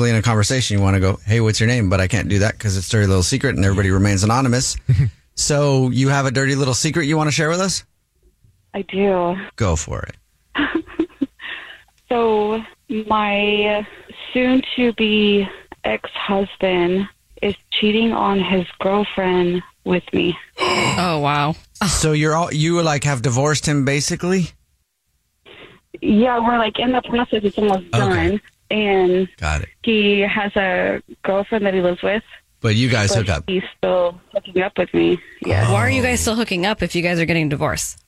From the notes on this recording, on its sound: The woman on the phone